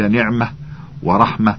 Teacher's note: إبدال الهاء من التاء، يأتي ذلك الإبدال في الوقف خاصة، نحو قولك نعمة ورحمة، أصلهما نعمة ورحمة.